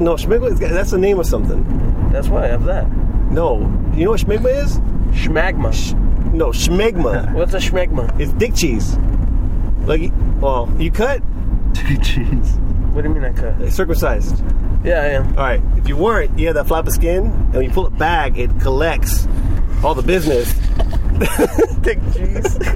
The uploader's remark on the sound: our first pod recorded on the road